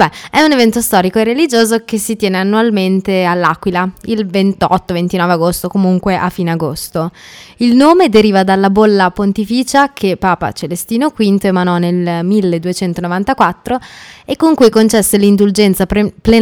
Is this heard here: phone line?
no